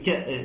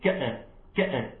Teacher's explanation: الهمز يراعى عدم قلقلتها · Shown in: first take